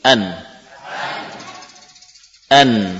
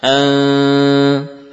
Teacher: sekarang lidah lepaskan dari gusi. Namun munculkan gunnah. · Shown in: second take · Term: menyamarkan nun